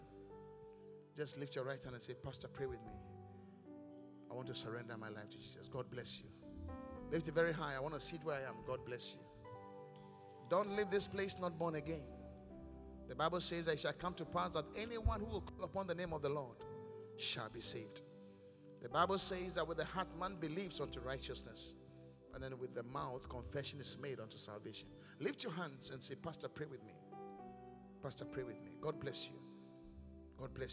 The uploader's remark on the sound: Preached at The Qodesh